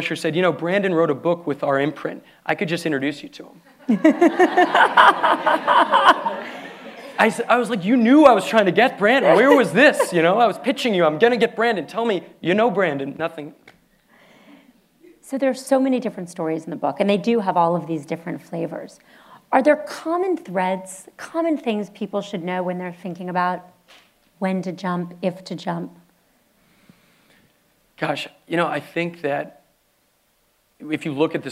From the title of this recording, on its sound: Live at the Palo Alto JCC